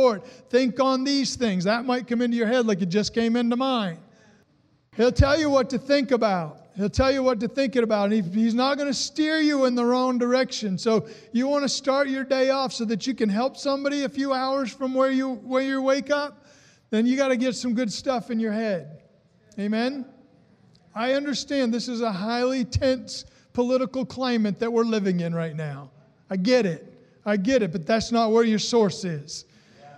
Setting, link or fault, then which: setting, large echoing room